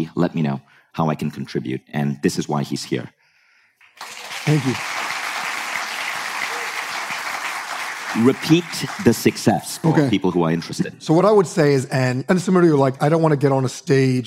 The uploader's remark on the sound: Live from A-Fest Bali's stage